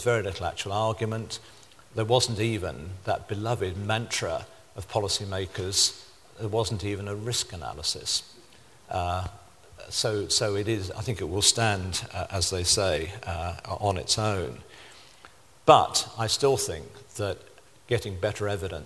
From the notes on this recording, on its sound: Delivers Vice Presidential Address to SRHE Annual Research Conference 2012.